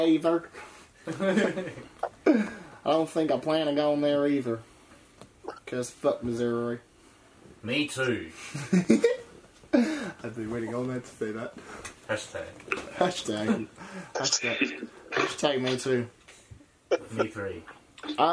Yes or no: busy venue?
no